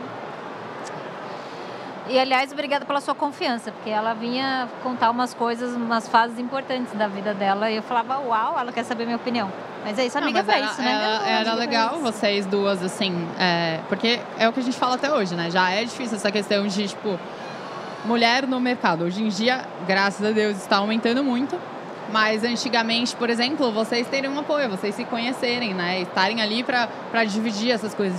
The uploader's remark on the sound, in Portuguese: gravado direto da Expert XP 2023